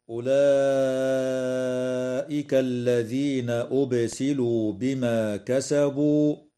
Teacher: تمد الألف قبل الهمزة من كلمة أولئك من قبيل المد المتصل بمقدار 4 أو 5 حركات، وتقلقل الباء في كلمة أبسلوا، ويجوز الوقف على قوله تعالى بما كسبوا من قبيل الوقف الكافي هكذا: أولئك الذين أبسلوا بما كسبوا.